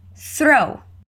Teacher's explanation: Throw é uma palavrinha que também começa com o som não vozeado do TH